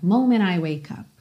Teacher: Aqui, ele juntou moment I já no som do N. Aquela ideia de reduzir tanto o som da consoante oclusiva, esse T, que você já não ouve.